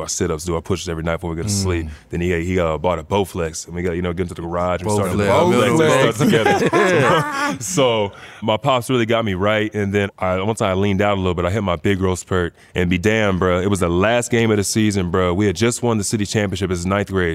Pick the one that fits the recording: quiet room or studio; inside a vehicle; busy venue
busy venue